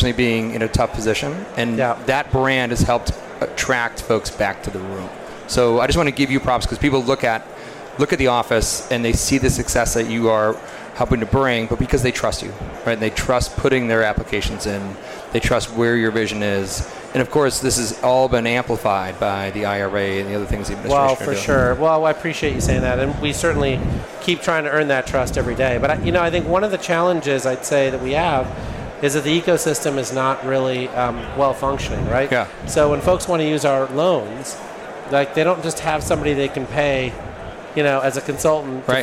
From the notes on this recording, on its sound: This recording took place at the PowerUp Live Podcast Stage at RE+ Las Vegas in 2023.